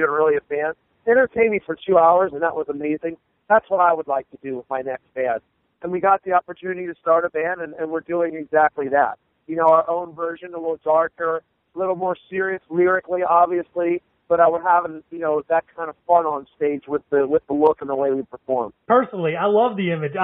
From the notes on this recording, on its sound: speaks on the phone